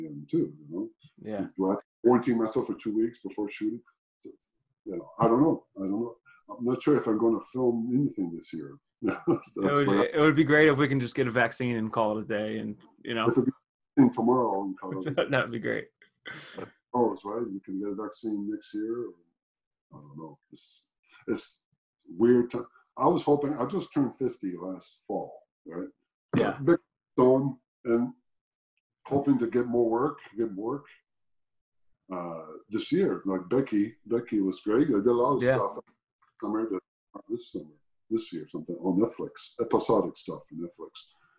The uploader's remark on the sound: Recorded via Zoom